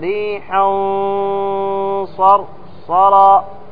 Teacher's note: لأن الصاد من حروف التفخيم، حروف استعلاء، تقول صاء، لهذا تفخم الغنة · Term: الغنة مفخمة